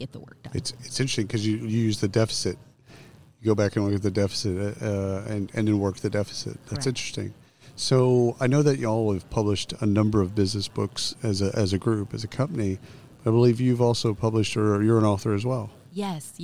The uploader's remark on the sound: Live from SHRM 2022